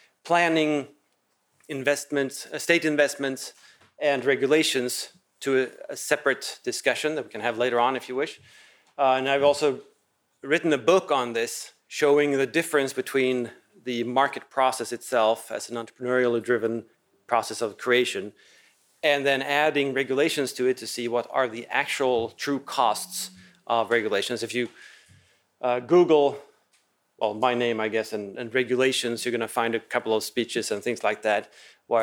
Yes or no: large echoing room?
yes